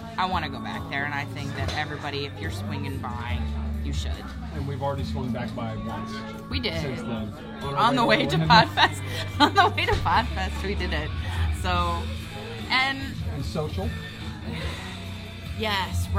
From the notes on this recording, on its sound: Live From No. 3 Craft Brews in Cape Coral (FB Live Audio). This is the audio from last night's FB Live beer chat. We are experimenting with some new software and are trying our hand at an enhanced AAC audio podcast format.